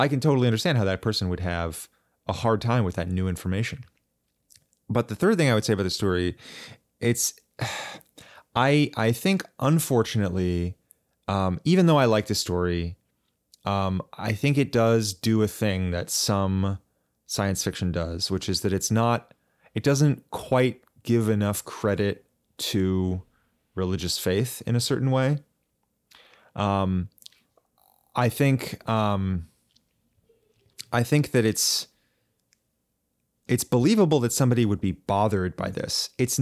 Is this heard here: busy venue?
no